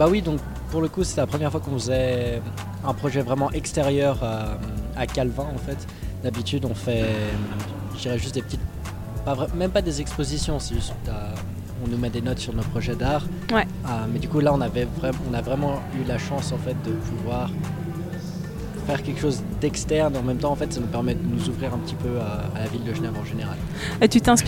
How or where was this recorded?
busy venue